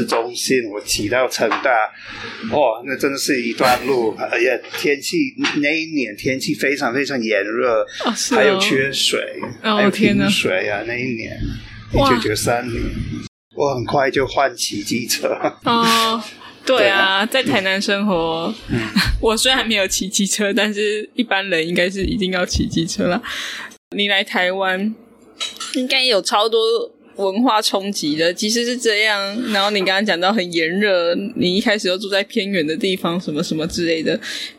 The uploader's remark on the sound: This interview was recorded in a cafe so the audio quality isn't as good as usual. PS, 這集訪問是在外面錄的，所以音質沒那麼好. Special thanks to 存憶 Cafe Bar for letting us record there.